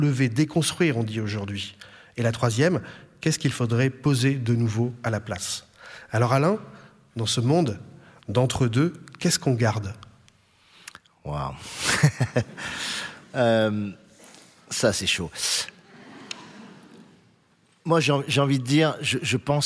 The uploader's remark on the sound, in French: Une conversation exceptionnelle en direct du théâtre des Bouffes du Nord